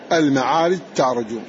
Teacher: وفي ذي المعارج تعرج الجيم مضغم، تضغم الجيم في التاء في هذا الموضع فقط